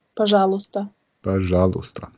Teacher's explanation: man hört ja oft so Bajalsta, aber es ist wirklich dieses Bajalusta. Das U ist hörbar.